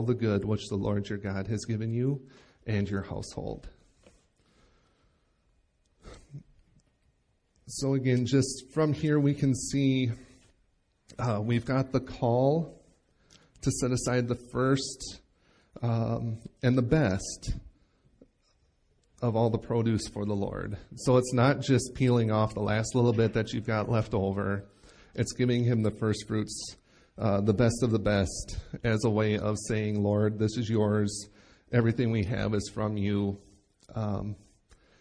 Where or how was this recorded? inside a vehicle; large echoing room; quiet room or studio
large echoing room